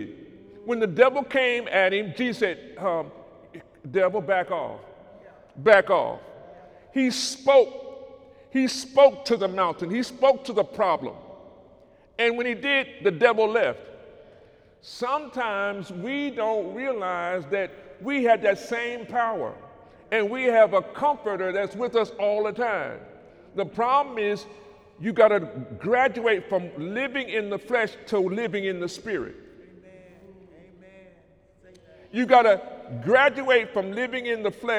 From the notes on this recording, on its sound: During Sunday morning service.